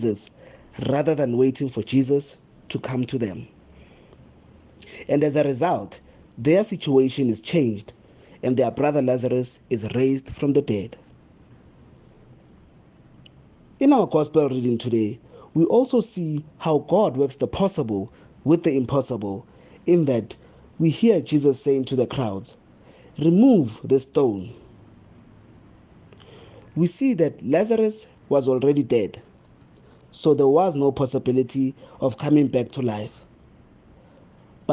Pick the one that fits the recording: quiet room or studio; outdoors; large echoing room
large echoing room